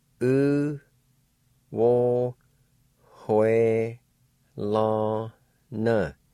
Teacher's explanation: in the middle of the word with the W-E, there's a faint H sound right before W, like this.